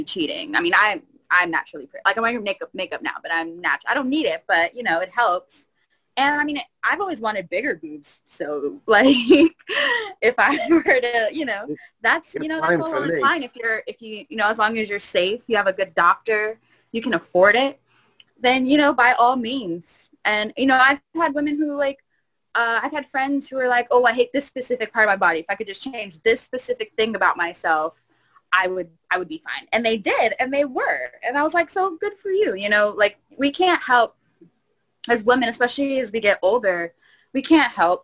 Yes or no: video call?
yes